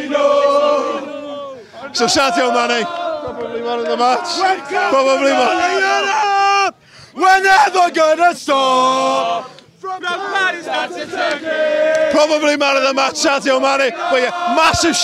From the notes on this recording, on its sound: Join us outside Anfield as we react to Liverpool's 2-0 win over Sheffield United!